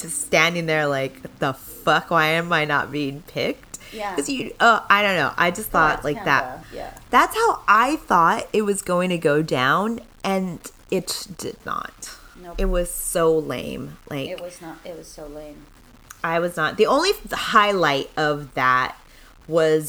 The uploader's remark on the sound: recorded in a different spot so it sounds crunchy and you might hear a car horn